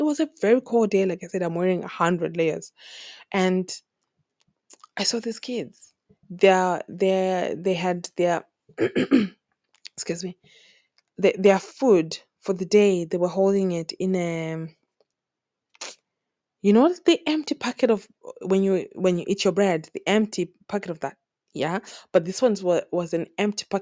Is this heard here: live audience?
no